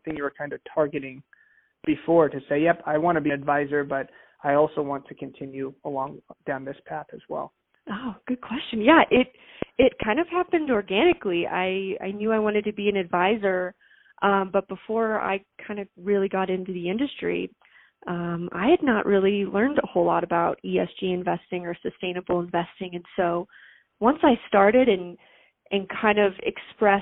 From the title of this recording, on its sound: Phone Audio